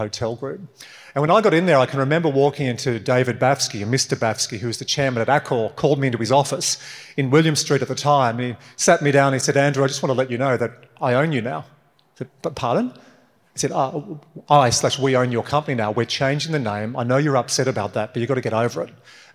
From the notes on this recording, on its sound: this episode is from a recent keynote for X15, a venture building outfit powered by Commonwealth Bank